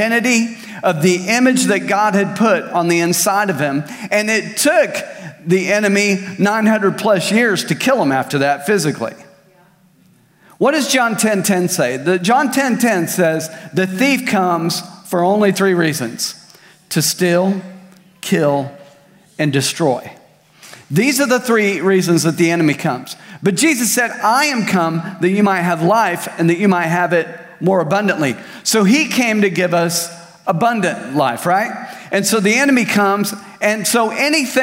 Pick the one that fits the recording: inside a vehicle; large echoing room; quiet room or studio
large echoing room